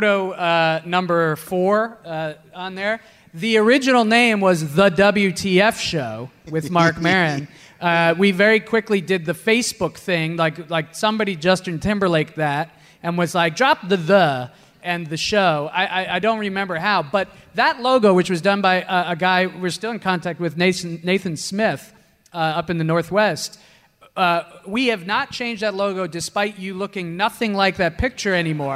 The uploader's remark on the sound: Live At Now Hear This. About 700 people were in the room at the Now Hear This podcast festival in Anaheim this past October. In front of a live audience.